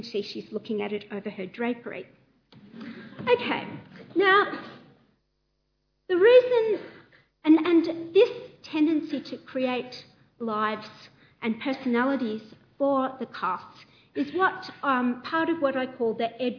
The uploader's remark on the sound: A Sydney Ideas lecture co-presented with the Department of Classics and Ancient History and the Nicholson Museum at the University of Sydney.